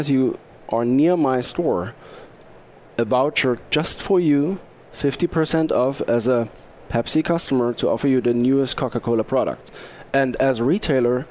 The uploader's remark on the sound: Live from Sap Sapphire Now 2017.